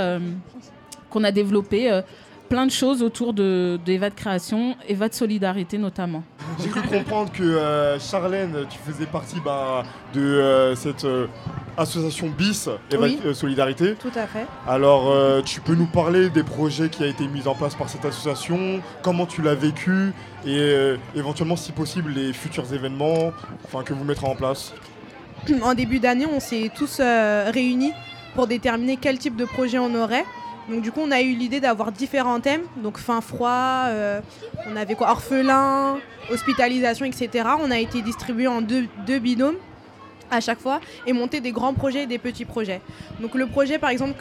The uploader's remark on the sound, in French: Une émission spéciale en 2 parties, enregistrée en public, lors de la Fête de quartier du Pavé Neuf à Noisy-le-Grand.